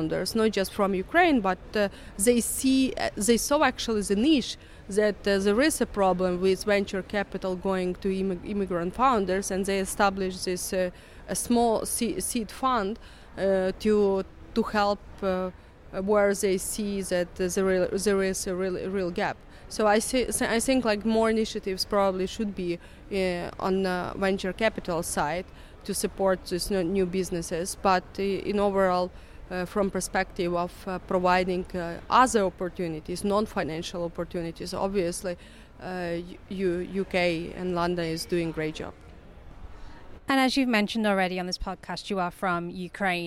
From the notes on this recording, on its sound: In this bonus episode recorded at Sibos. The annual transaction banking conference.